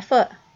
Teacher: the word foot, which she completely drops the T off of · Term: T glottalization